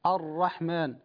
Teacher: يتحفظ من التكرير، الراء تكرر مرة واحدة